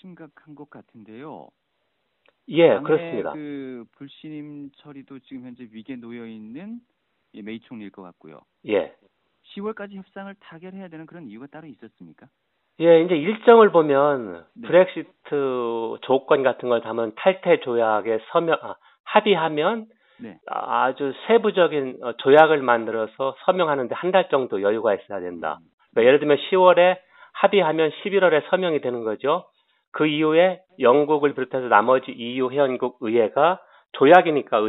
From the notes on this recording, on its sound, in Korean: 대구 MBC 여론현장 전화연결 2018년 10월 23일 화요일 0848~0855